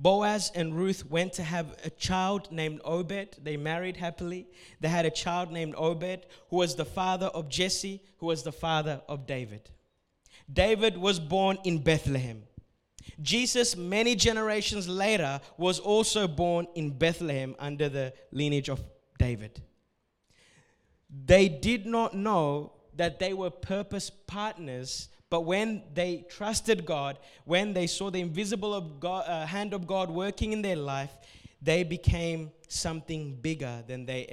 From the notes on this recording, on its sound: A message recorded at Revive Church Adults service